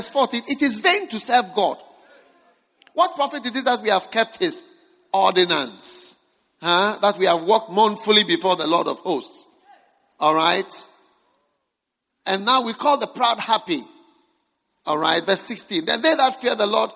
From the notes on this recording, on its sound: Preached at the First Love Center, Accra.